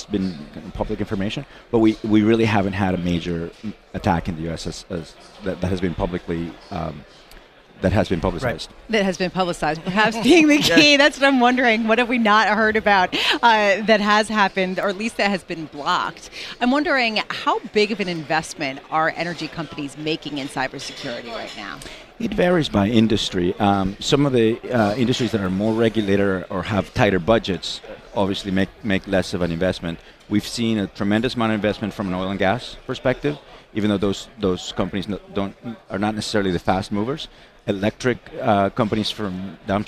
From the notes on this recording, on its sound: Broadcasting Live from Bloomberg's New Energy Finance Forum in NYC.